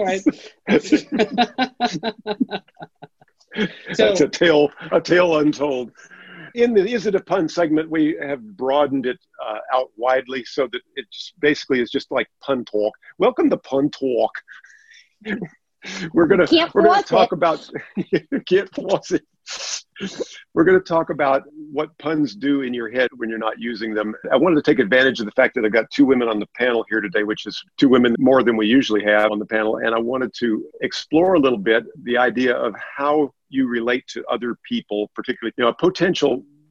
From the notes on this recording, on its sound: Our First Full Panel Zoom Episode!